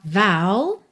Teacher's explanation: Vow, atenção aí à pronúncia dessa palavra que é V-O-W. Que esse O vai ter esse som mais aberto